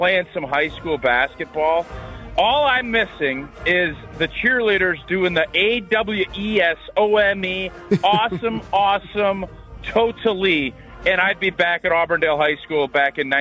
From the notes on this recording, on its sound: Pep band concert audio. You can smell the popcorn in the discolored gym already!